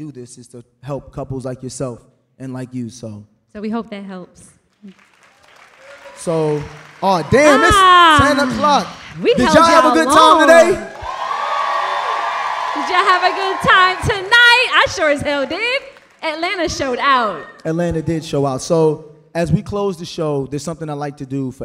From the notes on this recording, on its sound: LIVE at The Buckhead Theatre in Atlanta, GA.